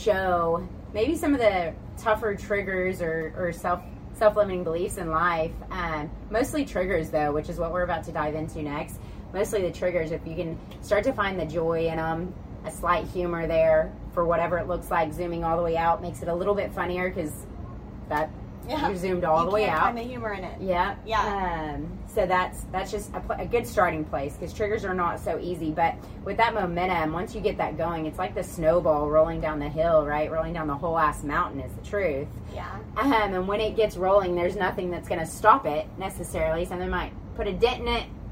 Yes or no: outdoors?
yes